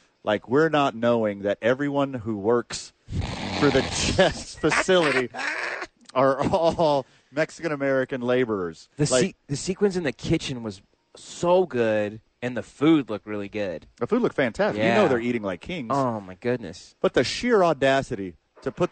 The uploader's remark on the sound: live from ABQ AXE